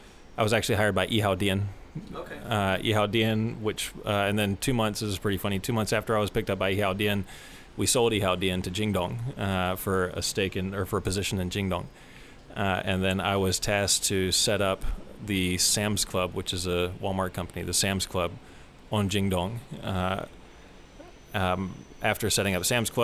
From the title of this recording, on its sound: live from TechCrunch Shenzhen